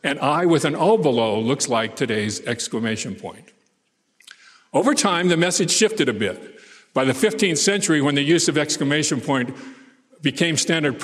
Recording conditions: live audience